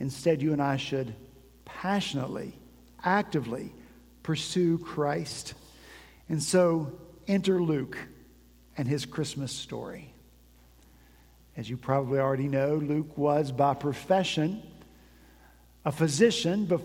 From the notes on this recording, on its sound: At Redeemer Presbyterian Church in Charleston, SC